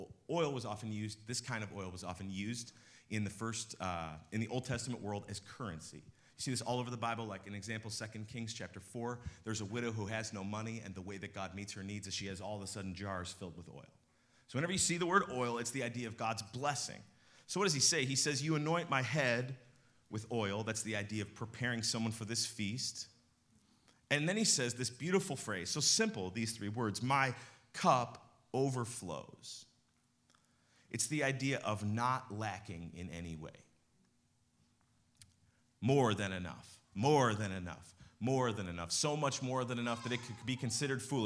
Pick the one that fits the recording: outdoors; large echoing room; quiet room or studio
large echoing room